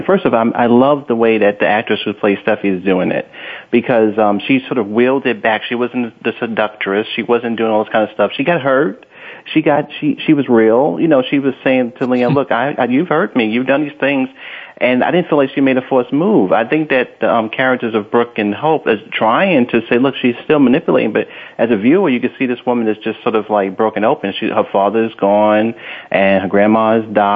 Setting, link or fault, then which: link, phone line